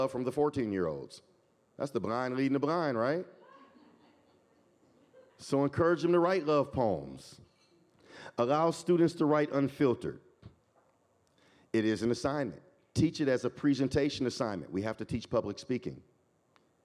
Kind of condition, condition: setting, busy venue